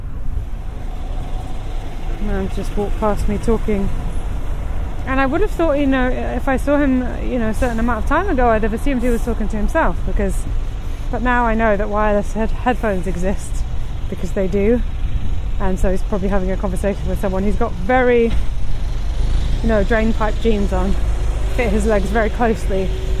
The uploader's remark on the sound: This podcast is recorded in 3D sound! Join her out and about as she captures those small, magical moments of everyday life, in sound. Thanks to 3D recordings, you’ll hear everything she does as if you were right there with her.